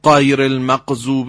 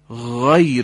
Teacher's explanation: صدای غین قابلیت کشش داره، باید یه مقداری زبون رو از مخرج قاف فاصله بدیم، هوا از فاصله انتهای زبان و سقف دهان، از اون فاصله کم که عبور میکنه، ما صدای سایش هوا رو میشنویم · Shown in: first take · و در نتیجه صدای شنیده خواهد شد. · Term: حرف غین